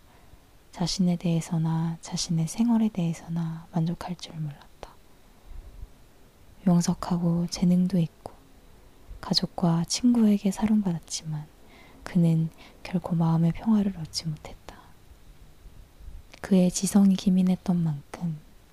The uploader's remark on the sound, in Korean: 첫 부분 소리가 작아서 점점 소리가 커진다 느껴질 수 있습니다.